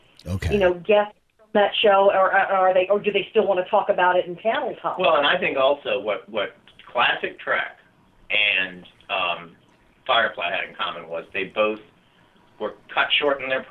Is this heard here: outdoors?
no